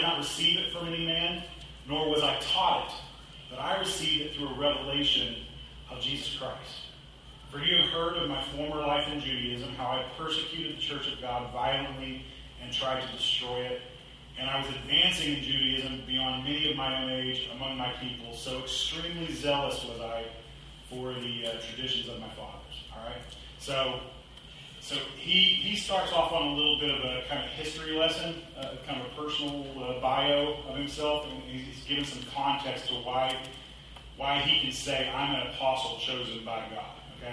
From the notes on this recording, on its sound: Apologies for the audio quality.